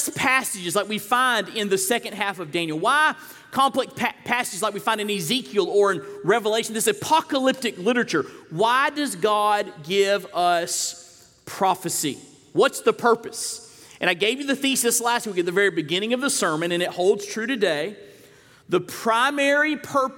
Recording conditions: large echoing room